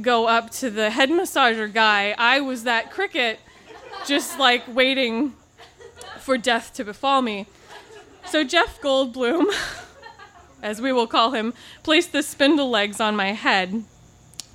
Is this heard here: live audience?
yes